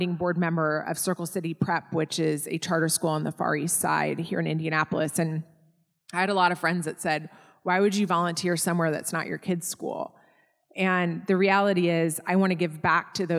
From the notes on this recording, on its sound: This episode was recorded live in front of an audience and may vary in sound.